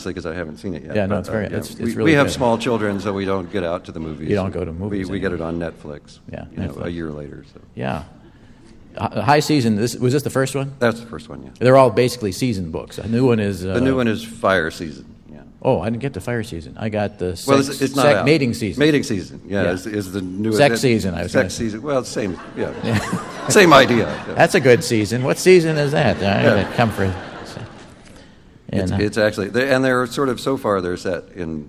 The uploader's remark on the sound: at the State Theater in Eau Claire, WI